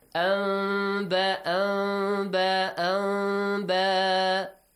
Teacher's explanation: You change the sound of noon into a hidden mim sound. · Term: Iqlab